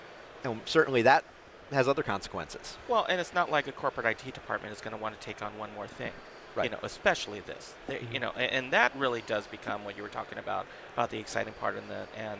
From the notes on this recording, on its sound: On the show floor of InfoComm 2022 to talk in person about the control programming side of the AV industry.